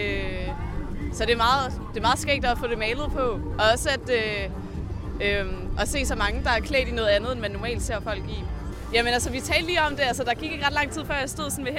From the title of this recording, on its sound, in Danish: Reportage fra KVINFOs ‘Er du køn?’ workshop på Roskilde Festival 2017